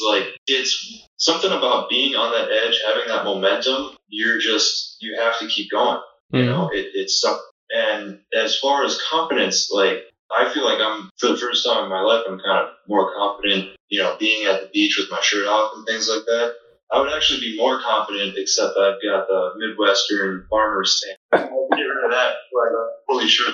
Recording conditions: poor sound quality